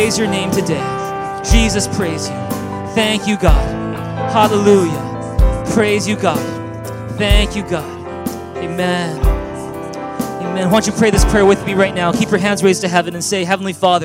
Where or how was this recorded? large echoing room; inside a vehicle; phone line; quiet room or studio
large echoing room